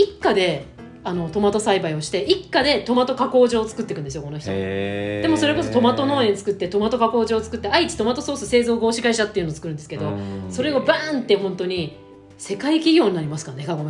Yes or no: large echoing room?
no